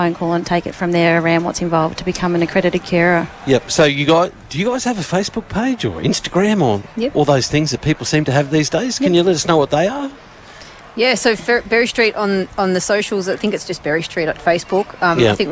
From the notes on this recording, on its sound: One FM Outside Broadcast from the Out In The Open Festival. A special outside broadcast live from the 2023 OUTintheOPEN Festival Carnival Day from the Queen's Gardens in Shepparton.